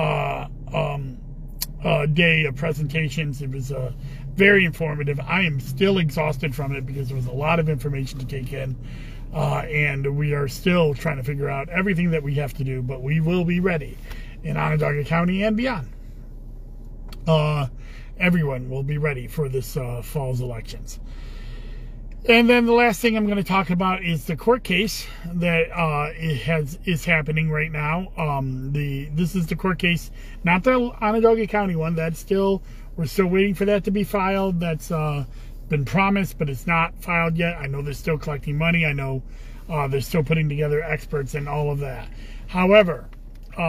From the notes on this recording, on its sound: Commissioner in a Car